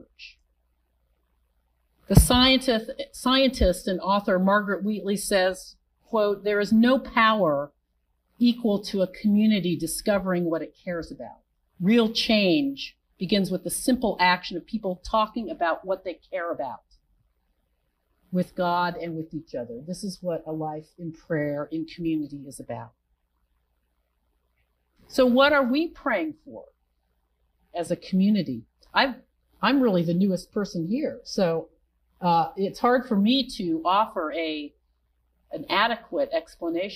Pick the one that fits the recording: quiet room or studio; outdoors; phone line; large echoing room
large echoing room